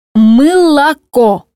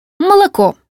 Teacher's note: Из трех гласных этого слова только «о», стоящее под ударением, произносится без изменения. Звук «о», стоящий ближе к ударному звуку, меняется и произносится как нечто среднее между «а» и «о». · Term: закон редукции